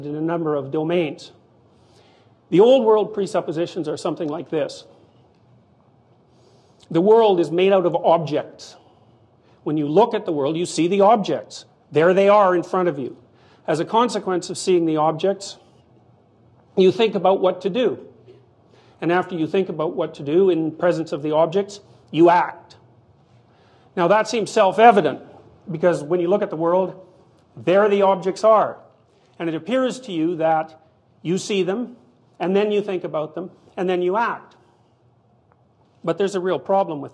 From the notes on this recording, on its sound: This public lecture, recorded by TVO